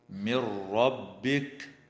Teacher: وتدغم النون الساكنة في الراء من غير غنة في قوله تعالى من ربك.